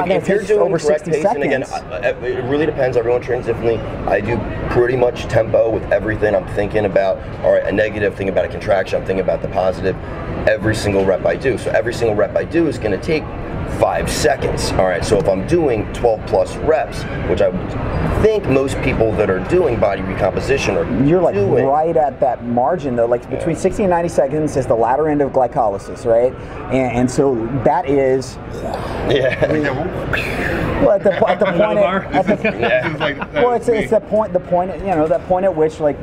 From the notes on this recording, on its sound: Natural Series Launch at the 2018 Arnold Sports Festival. In March of 2018, everyone in the sports nutrition industry descended upon beautiful Columbus, OH. This was a super fun, relaxed conversation that was done in the hotel lobby, so there will be some background noise.